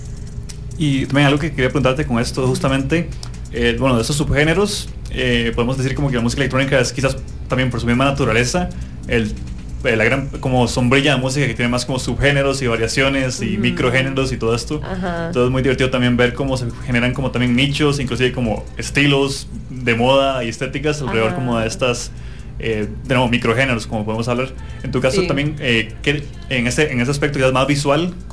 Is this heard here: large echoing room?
no